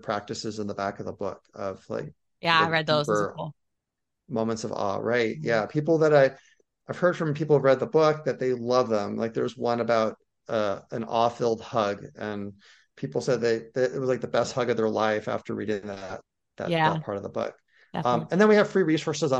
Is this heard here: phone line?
no